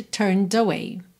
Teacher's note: O E de turned não é pronunciado, tá bem? Então, você vai do N pro D e usa o som do D para juntar em away